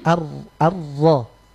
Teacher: kalau ro bertasydid dihilangkan getarannya